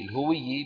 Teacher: الهوي بضم الهاء وكسر الواو وتشديد الياء مع كسرها